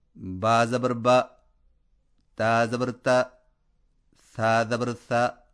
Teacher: زبر چونکہ حرف کے اوپر ہوتا ہے، اس لیے اس کی آواز بھی کچھ اوپر کو جاتی ہے، اور بہت کھل کر اور واضح نکلتی ہے، اور اس کی آواز اردو میں شہر یا قحط جیسی ترشی نہیں ہونی چاہیے، مثلا ب ت س میں زبر کو یوں پڑھنا ب ت س درست نہیں۔